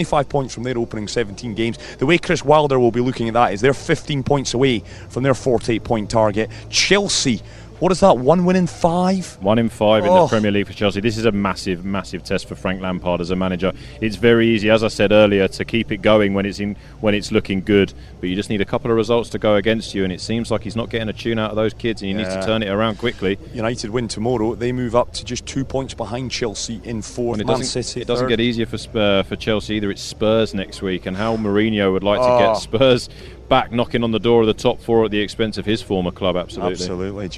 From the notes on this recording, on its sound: From the rooftop garden of Barasti. Back at Barasti, where the game is always on.